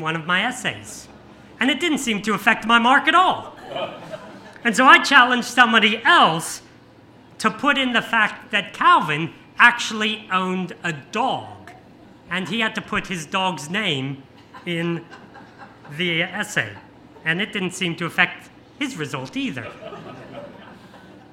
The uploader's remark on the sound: This sermon was preached on 28th May 2023 at all services of Helensburgh and Stanwell Park Anglican Church.